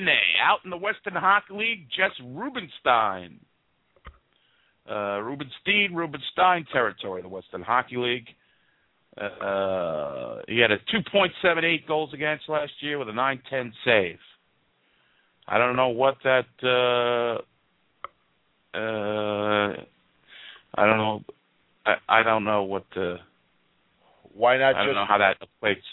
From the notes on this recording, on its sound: Interactive Ranger talk with a live chat, and phone calls from some of the lunatic fringe of this fanbase.